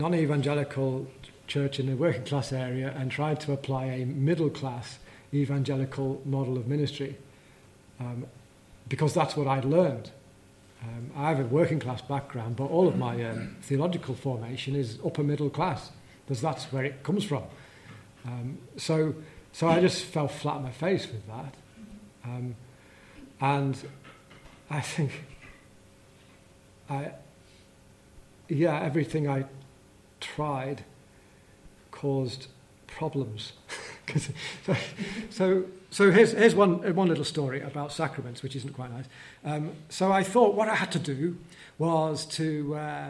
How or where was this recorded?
live audience